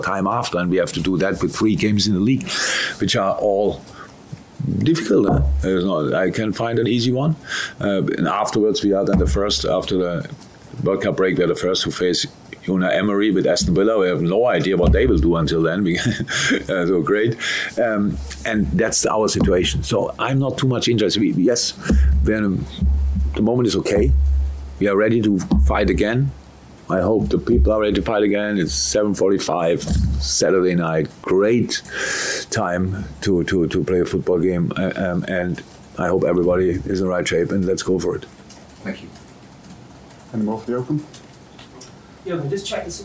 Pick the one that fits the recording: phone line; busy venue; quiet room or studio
busy venue